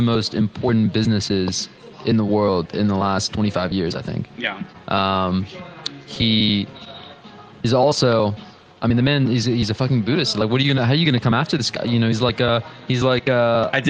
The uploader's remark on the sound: live from Pubkey